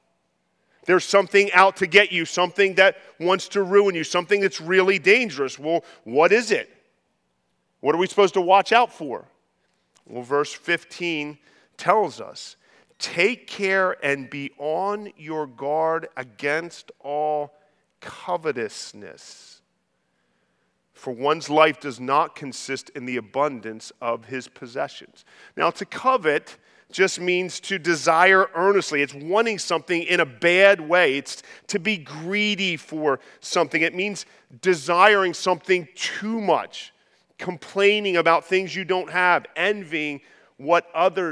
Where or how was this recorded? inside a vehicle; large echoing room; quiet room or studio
large echoing room